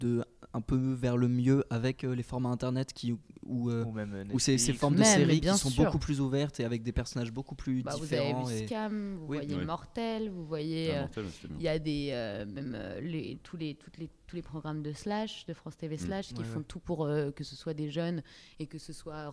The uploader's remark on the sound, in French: l'équipe du NVTL Podcast, invitée aux Etats Généraux de l' AAFA - Actrices et Acteurs de France Associés, a enregistré des discussions avec différents participants.